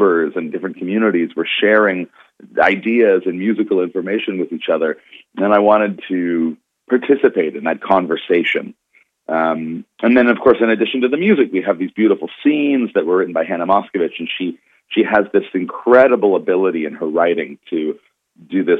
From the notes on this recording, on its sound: speaks to Artslink on the phone